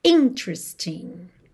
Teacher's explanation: E atenção à sílaba tônica dessa palavra, que é a primeira, hein?